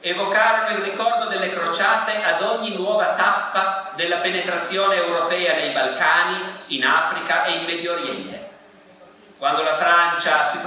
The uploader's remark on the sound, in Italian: (John Cabot, Roma). Evento registrato in loco. Audio re-equalizzato e re-masterizzato.